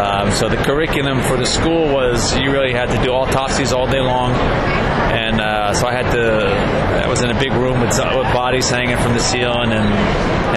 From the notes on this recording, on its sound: at last weekend’s Wizard World Reno Comic Con